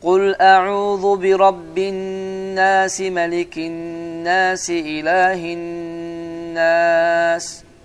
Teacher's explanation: birinci ve ikinci ayağın sonunda uzatmadım. İki erke uzattım.